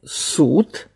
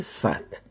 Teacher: Если мы сравним эти два «с», то мы убедимся в том, что они разные, потому что «с» в слове «суд» оказывается лабиализованным под воздействием соседнего гласного «у», а «с» в слове «сад» не лабиализовано. Это вот два варианта одной фонемы, это явление вариативности.